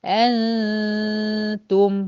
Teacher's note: اخلي لساني في قاع الفم، لا عمل له، لا وظيفه له، والغنة هتخرج عندي من الخيشوم فقط · Term: غنه اخفاء